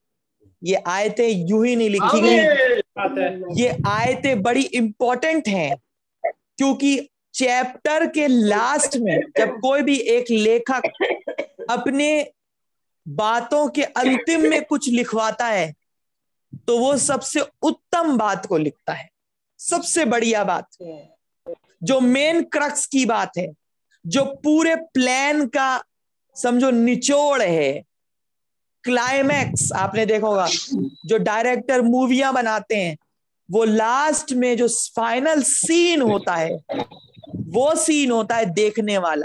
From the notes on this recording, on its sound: Zoom Meeting.